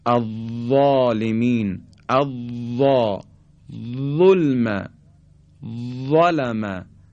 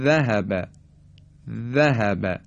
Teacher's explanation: اما حرف ذال نازکتر ادا میشه · Shown in: second take